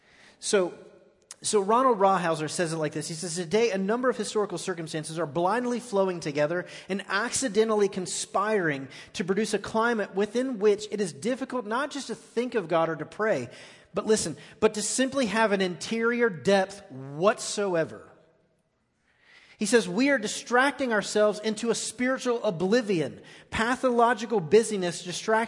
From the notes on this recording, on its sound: Recorded live on 9/27/18 at The Fellowship.